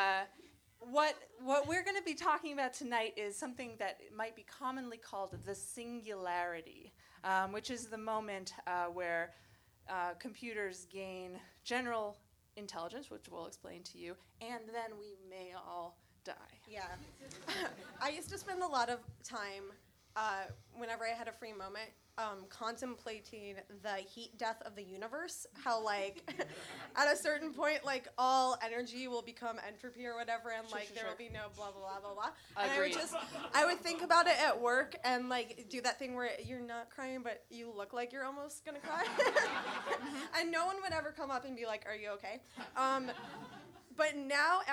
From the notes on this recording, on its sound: Recorded Live at Union Hall.